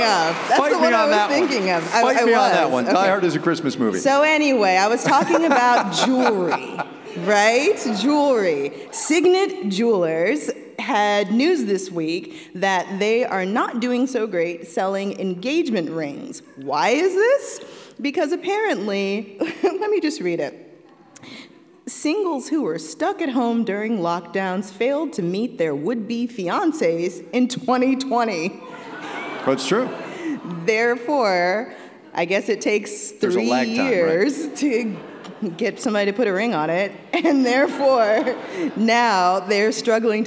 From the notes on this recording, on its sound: Make Me Smart: Live in Seattle. This special edition of Make Me Smart’s weekly happy hour is coming to you live from the stage at Seattle’s Town Hall.